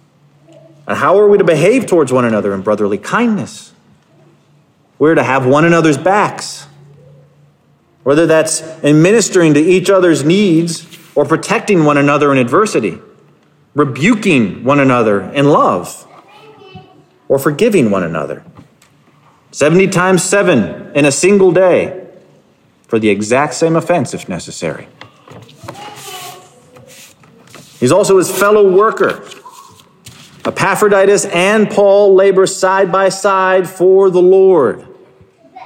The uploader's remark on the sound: Sermon Preached 10/16/2022 at Covenant Heritage Reformed Church in Hampton, Virginia